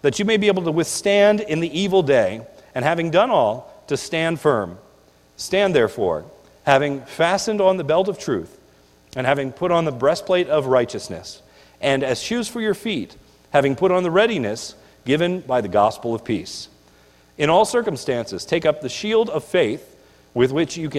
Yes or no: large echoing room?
yes